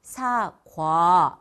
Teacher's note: 이 복모음을 정확히 발음하면요, 입 모양이 바뀌는 시간이 좀더 걸려요. 사가보다는 사과 이렇게 길어지죠.